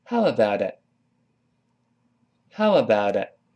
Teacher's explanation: how about 中间那个 t 又会浊化成 d